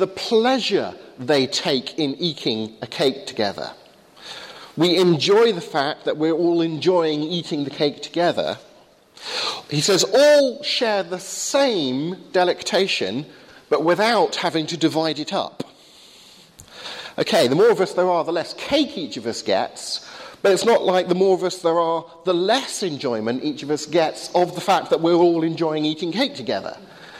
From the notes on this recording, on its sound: Sermon on Psalm 128 at the 8am service, Highfield Church Southampton.